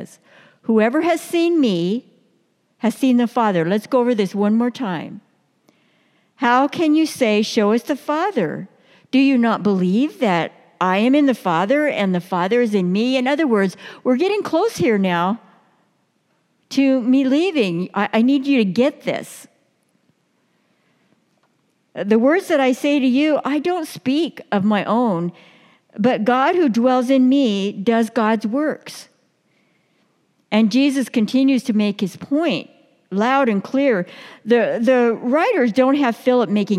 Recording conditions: large echoing room